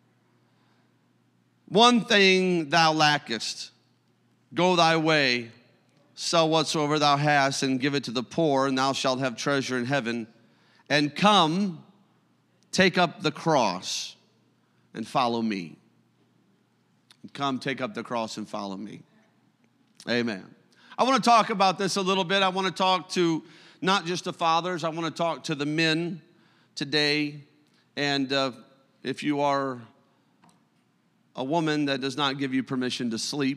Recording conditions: large echoing room